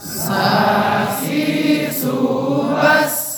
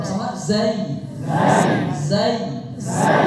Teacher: Ta pakai nafas, dal tidak pakai nafas. Sin mengalirnya nafas, zai tidak mengalir nafas tapi dia berdesis.